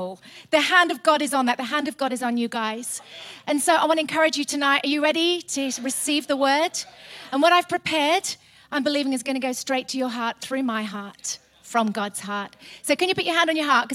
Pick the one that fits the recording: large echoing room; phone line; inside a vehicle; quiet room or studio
large echoing room